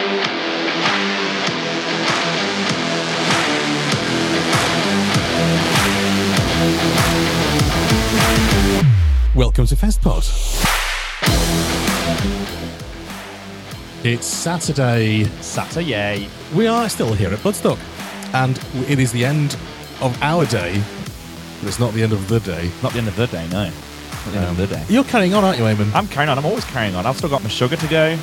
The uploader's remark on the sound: We sit down at Bloodstock